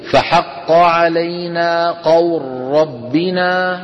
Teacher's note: را مشددة ما عاد في لام